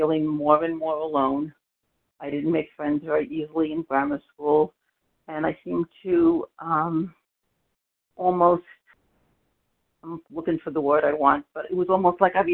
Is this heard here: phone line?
yes